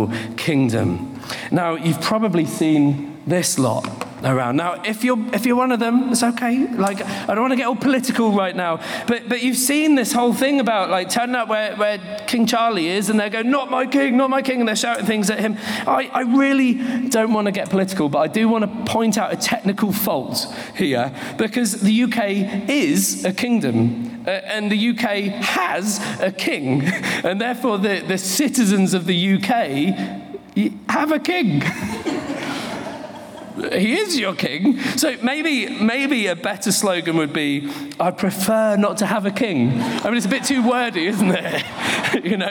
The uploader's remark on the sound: This message was recorded during a Sunday morning gathering.